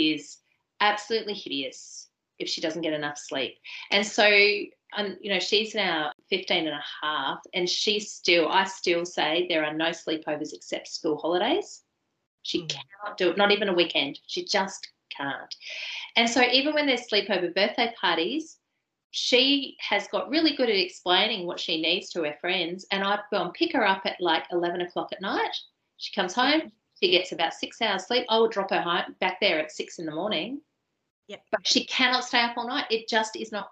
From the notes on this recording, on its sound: during the live webinar that was recorded on 7th September 2022